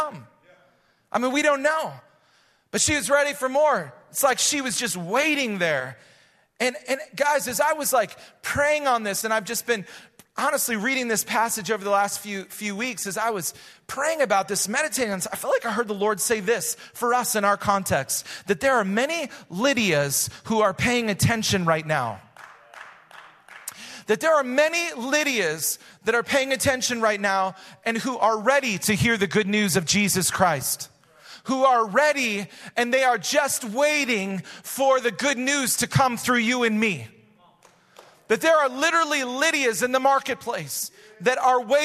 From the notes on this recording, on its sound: Recorded live at Hope Church in Springfield, Mo.